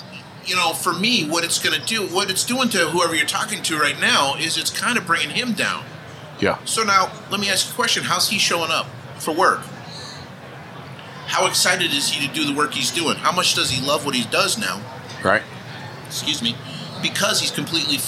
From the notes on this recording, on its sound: recorded live at AAPEX 2022